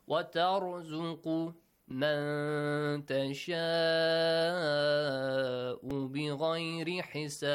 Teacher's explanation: The letter ra has to be pronounced with a heavy sound.